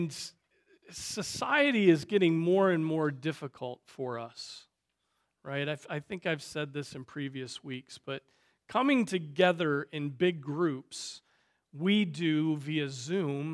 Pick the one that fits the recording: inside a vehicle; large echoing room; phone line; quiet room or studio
large echoing room